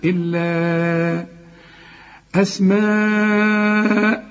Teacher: وتمد أربع حركات عشان بعد المد ده إيه؟ همز. إلا أسماء، أو ده بقى مد واجب عند الوصل وعند الوقف.